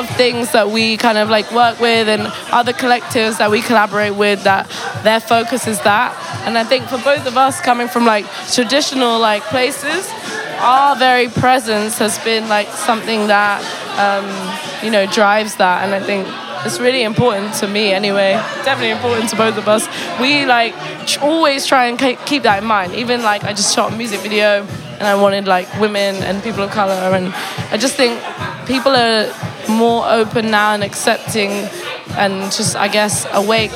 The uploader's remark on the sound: Recorded on August 28th, 2018 at Kinfolk 90 in Brooklyn, NY. Basslines & Banter is a visual podcast that is recorded live at the party which shares the same name.